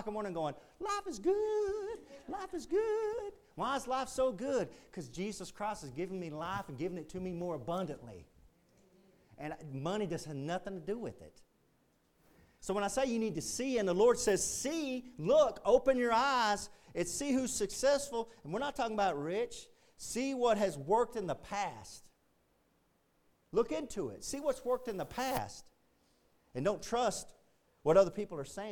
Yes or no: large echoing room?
yes